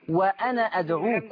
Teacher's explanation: الألف اللي عليها دايرة من فوق دي معناها بيقول لك لما توصلي أنا بالكلمة اللي بعدها ما تنطقيش الألف خالص